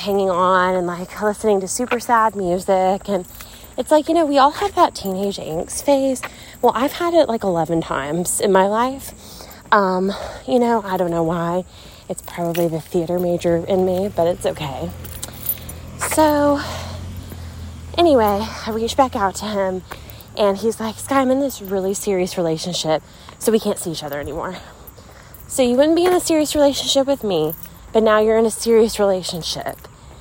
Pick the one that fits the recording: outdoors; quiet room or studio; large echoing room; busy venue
outdoors